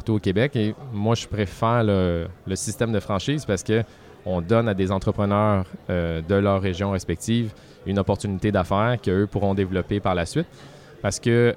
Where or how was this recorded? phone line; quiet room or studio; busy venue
busy venue